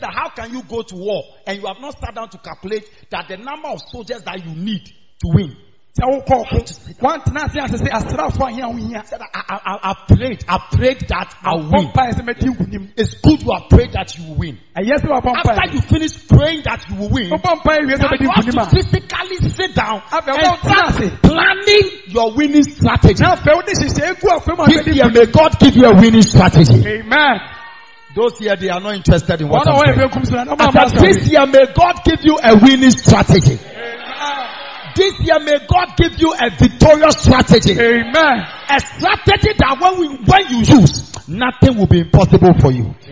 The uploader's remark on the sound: Preached On Sunday At The Miracle Arena